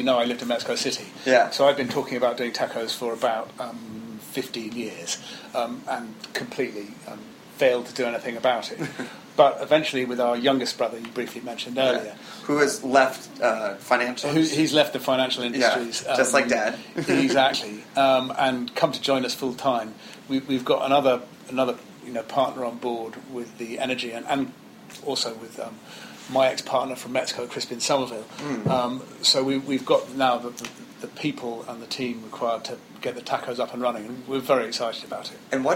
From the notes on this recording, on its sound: On location at Barrafina, an authentic Spanish tapas bar.